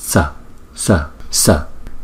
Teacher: Rồi cái chữ S này nè, là chúng ta đọc bằng phần răng, là đọc chúng ta đọc là sờ sờ, chúng ta không có đọc sờ mà chúng ta đọc là sờ sờ, không phần răng sờ. để cái lưỡi chúng ta ngay răng á, ngay phần trên của cái răng hàm trên á